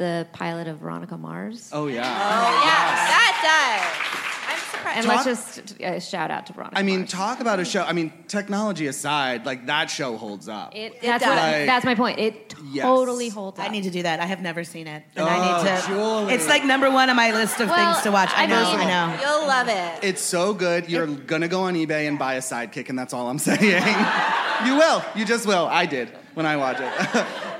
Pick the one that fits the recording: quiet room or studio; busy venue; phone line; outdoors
busy venue